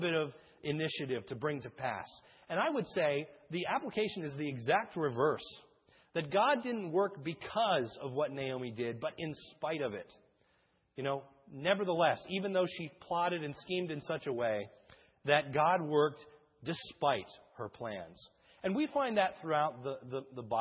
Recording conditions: large echoing room